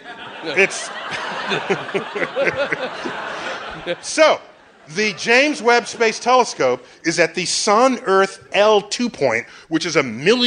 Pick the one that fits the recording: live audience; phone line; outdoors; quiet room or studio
live audience